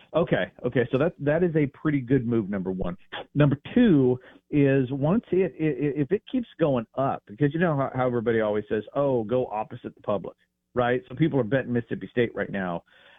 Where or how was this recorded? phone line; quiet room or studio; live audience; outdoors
phone line